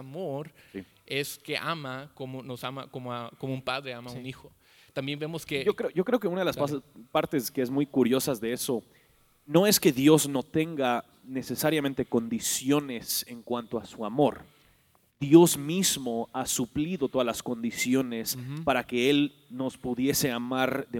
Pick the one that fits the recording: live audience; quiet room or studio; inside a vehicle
live audience